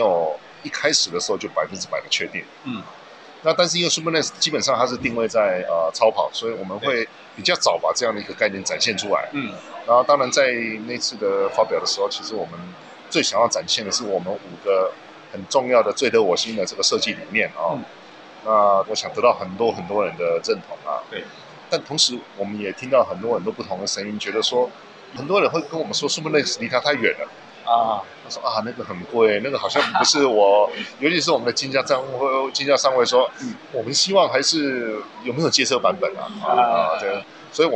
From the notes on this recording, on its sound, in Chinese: Kisplay米蘭二輪車展現場直擊！